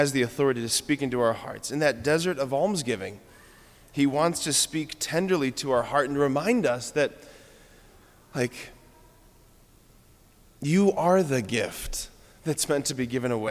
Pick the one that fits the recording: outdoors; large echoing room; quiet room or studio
large echoing room